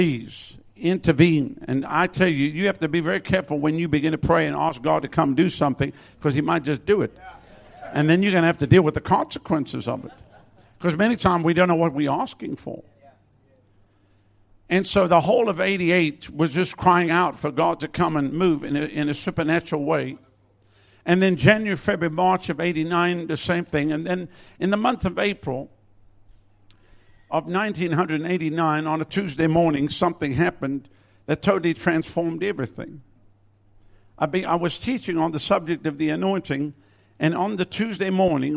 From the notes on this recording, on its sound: Recorded at Lifepoint Chruch, Adelaide, South Australia.